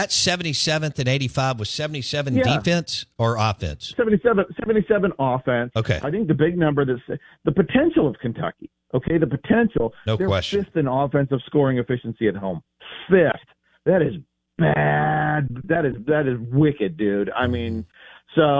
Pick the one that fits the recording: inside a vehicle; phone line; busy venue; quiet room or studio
phone line